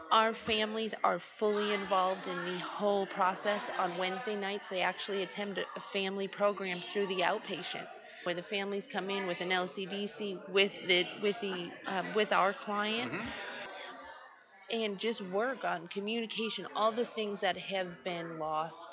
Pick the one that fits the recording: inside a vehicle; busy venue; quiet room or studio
busy venue